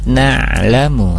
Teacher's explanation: ada huruf ain sukun, dibacanya untuk sifat ain dia tawasud na'lukum. Kemudian makhrajnya di tengah-tengah tenggorokan.